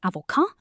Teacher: The silent final consonants, like in avocat, are another common stumbling block.